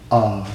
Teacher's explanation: Me n'est pas une consonne allongeante. Et pourtant, cet A est long.